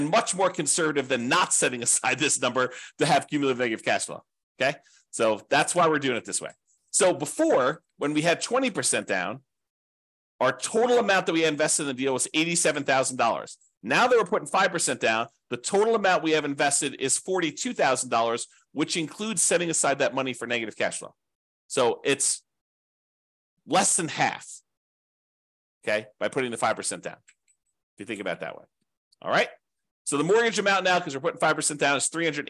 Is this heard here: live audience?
no